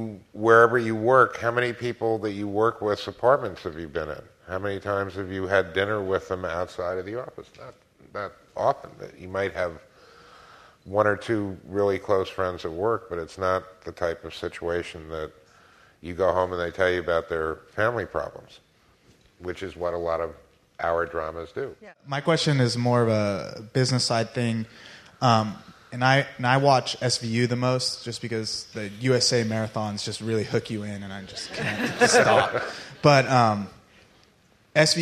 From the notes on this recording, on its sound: moderates an audience question and answer session